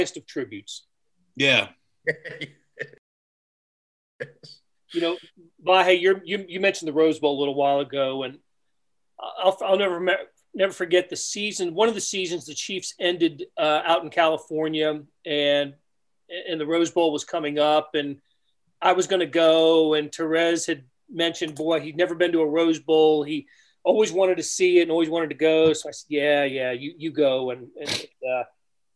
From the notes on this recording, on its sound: Today some of his former colleagues at The Star got together on a zoom call to recall what we loved and admired about Terez.